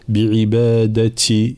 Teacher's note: الانتباه إلى التاء حال الكسر، لا نبالغ في الهمس. بعبادتي، لا تي تي، نفس الشيء.